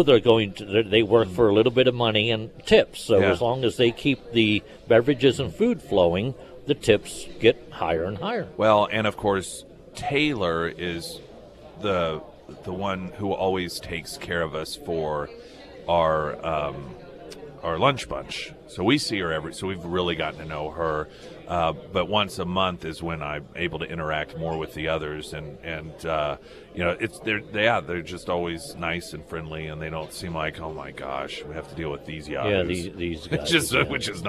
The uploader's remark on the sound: live at Scramblers Diner